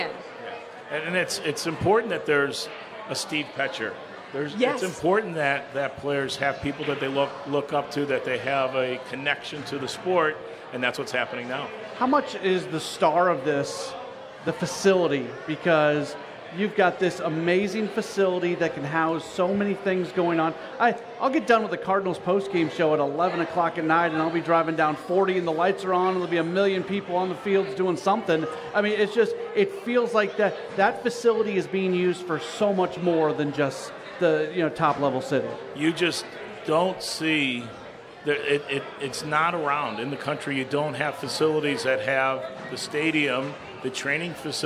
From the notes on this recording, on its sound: At the City Caravan! We are broadcasting live from Hotshots Bar & Grill, for the fourth installment of the City Caravan!